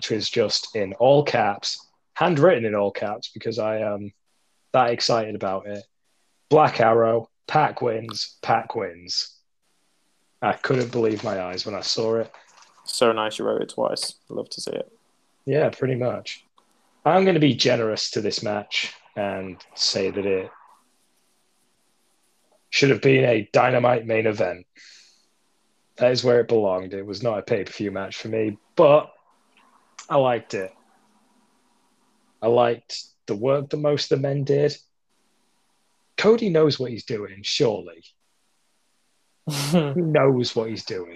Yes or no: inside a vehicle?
no